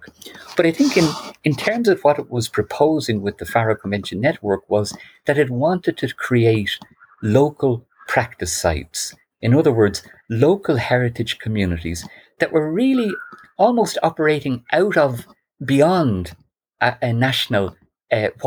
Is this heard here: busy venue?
no